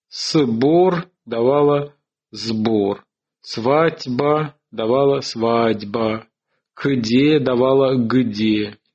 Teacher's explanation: В этих группах согласных начались ассимилятивные процессы, которые осуществлялись в строго определенном порядке. Сначала происходило озвончение глухих перед звонкими.